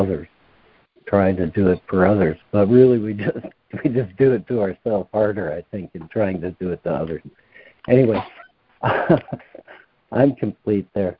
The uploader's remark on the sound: ACIM Daily Conference Call